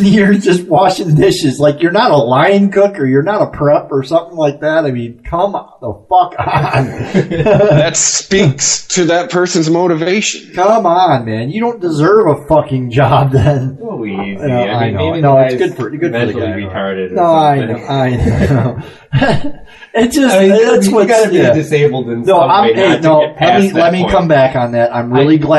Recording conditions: poor sound quality